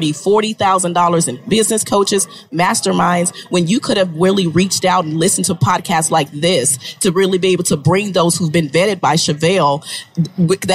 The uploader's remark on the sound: This is a live recording from Podcast Movement 2019 in Orlando Florida.